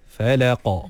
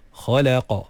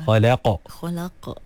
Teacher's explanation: Jadi bila kita baca huruf qaf, kita kena lantunkan dia. · Term: qalqalah